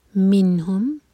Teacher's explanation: نون پر اظہار، تو نون کو نہ تو ہول کریں گے اور نہ ہی جھٹکا دیں گے